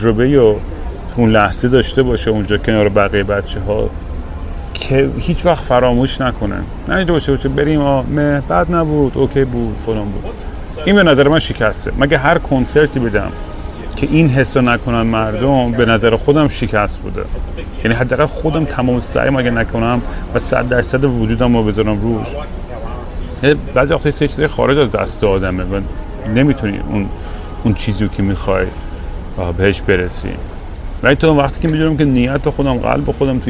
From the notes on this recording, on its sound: Once again I am at an airport rambling nonsense into the microphone.